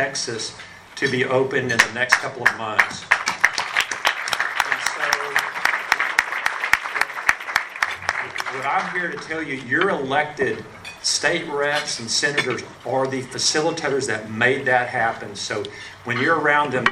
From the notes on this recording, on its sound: Driscoll Health System leaders speak at RGV Partnership event. To applause from the audience.